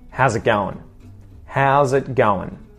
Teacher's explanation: we often pronounce the ing on the ends of verbs and adjectives as an ern sound instead of an ing sound